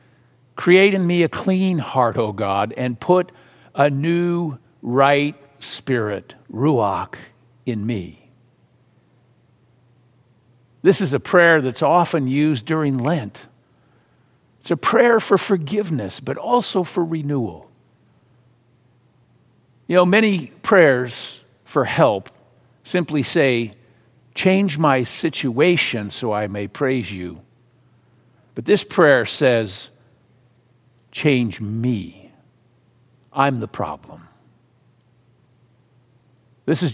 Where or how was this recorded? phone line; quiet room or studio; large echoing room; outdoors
large echoing room